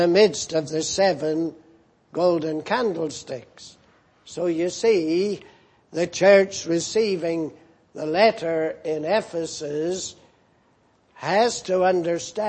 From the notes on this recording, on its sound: Preached in Grafton. At the Lord's Day Morning service on 10th December, 2017.